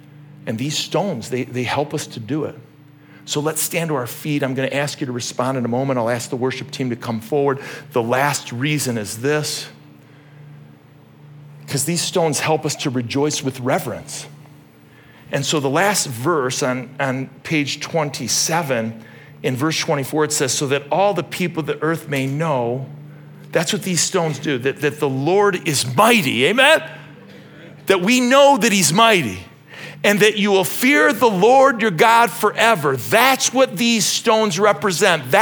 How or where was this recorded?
large echoing room